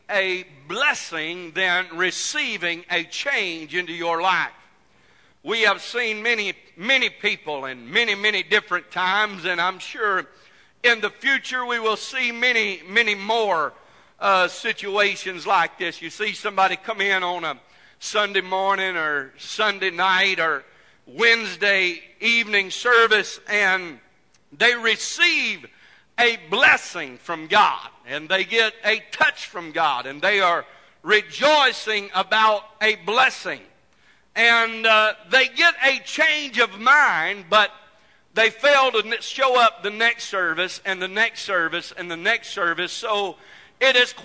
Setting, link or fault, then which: setting, large echoing room